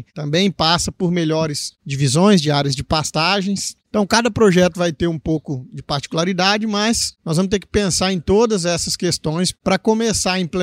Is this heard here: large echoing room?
no